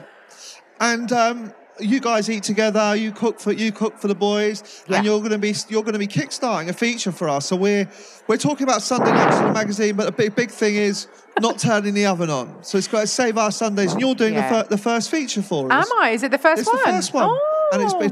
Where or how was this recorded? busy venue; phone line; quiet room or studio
busy venue